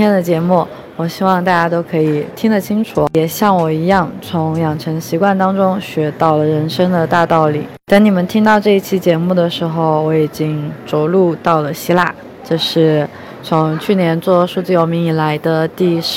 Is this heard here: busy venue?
yes